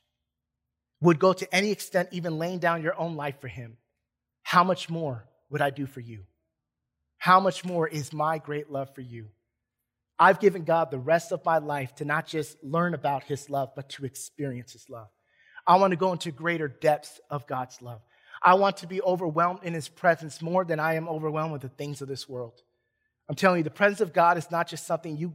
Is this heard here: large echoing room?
yes